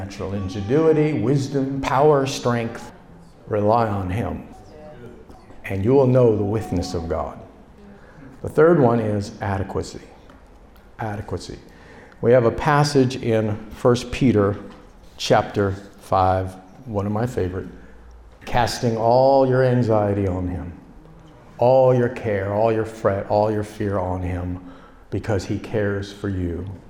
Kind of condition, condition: setting, live audience